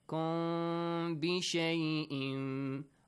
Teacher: So here, Ikhfa. You gotta kind of hide the sound of Mim.